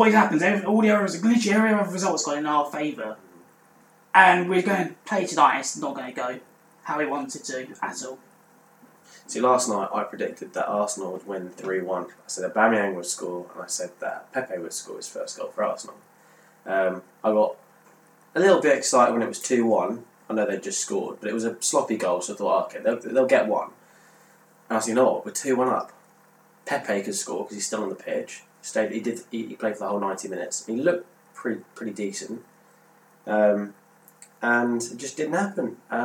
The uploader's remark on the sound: Apologies for the audio quality in this episode!